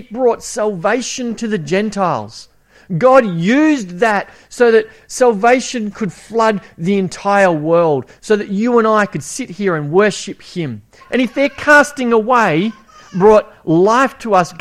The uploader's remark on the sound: It was preached at Esperance Church of Christ on a monthly basis from August 2015 - April 2017.